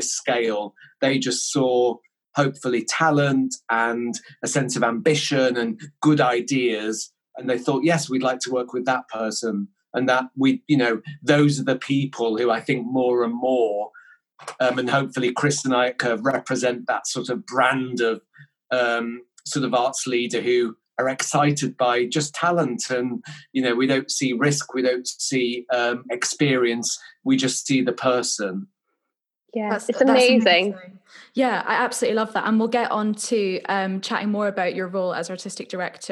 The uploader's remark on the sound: Joins us over zoom. This was recorded in early May 2020 over zoom.